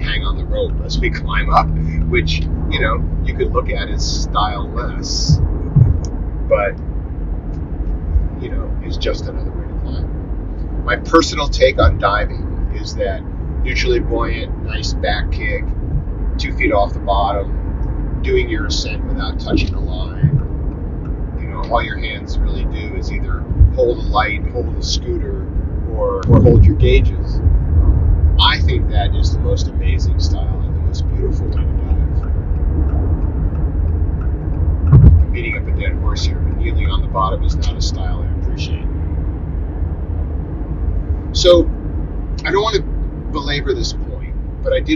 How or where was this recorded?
inside a vehicle